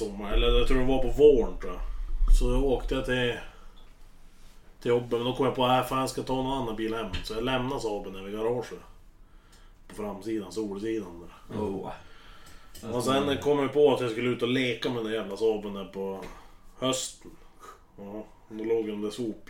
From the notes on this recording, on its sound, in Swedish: Dålig ljudkvalité.